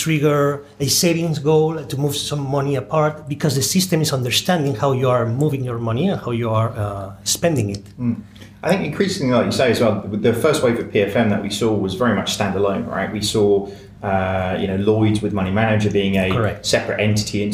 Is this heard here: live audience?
no